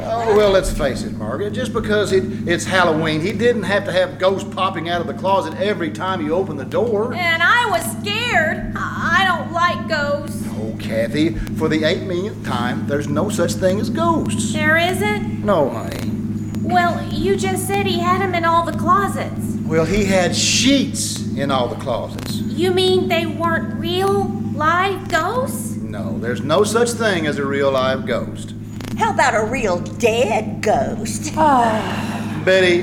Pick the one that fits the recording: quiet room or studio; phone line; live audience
live audience